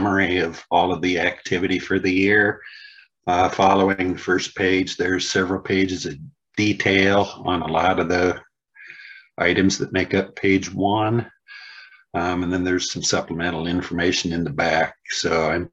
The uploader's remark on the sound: was held on Zoom